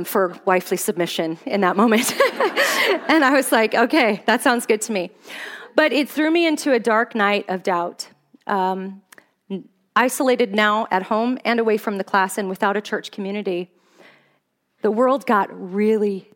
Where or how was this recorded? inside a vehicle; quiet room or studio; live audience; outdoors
live audience